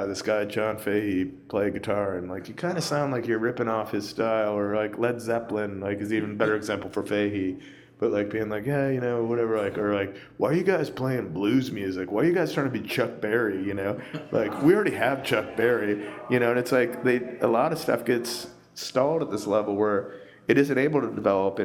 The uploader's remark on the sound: In an interview recorded on the final night of Lollapalooza 2015 at the Virgin Hotel in downtown Chicago.